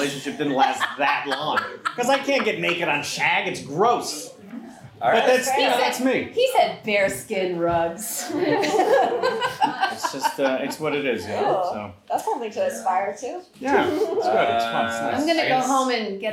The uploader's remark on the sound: Was recorded LIVE at the Pack Theater. For a live audience.